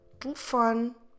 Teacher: Those E's, or in Portuguese, es, are unstressed, so we can easily drop them. We're stressing fo. That syllable you can actually hear.